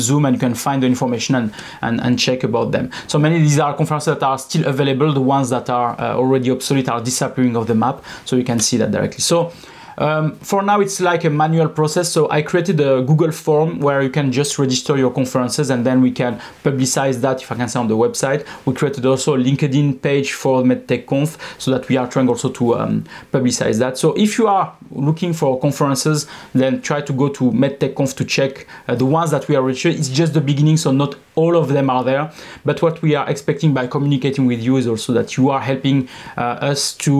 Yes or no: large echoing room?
no